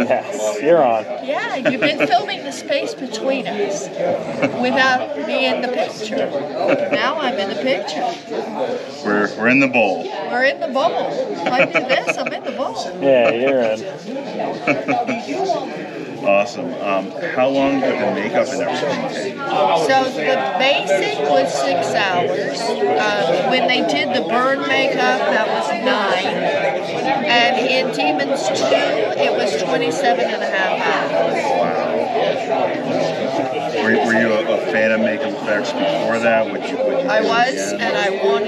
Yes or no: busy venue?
yes